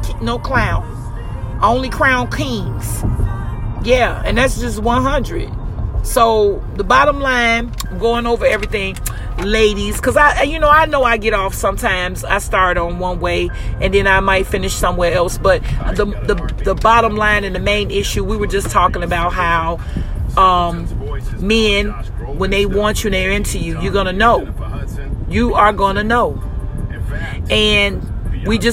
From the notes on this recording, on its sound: THE CONVERSATION IS DEFINITELY A FREESTYLE DISCUSSION WHILE DRIVING. THIS EPISODE IS REAL & UNCUT.